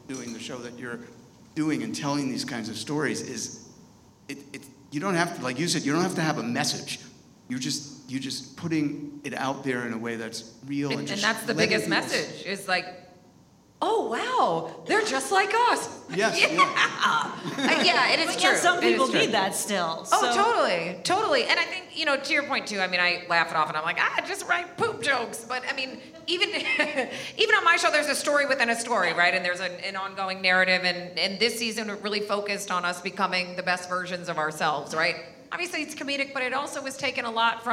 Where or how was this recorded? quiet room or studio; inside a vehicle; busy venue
busy venue